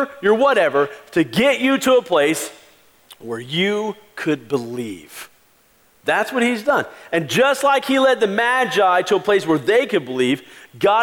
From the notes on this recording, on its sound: Christmas Eve Service 2016.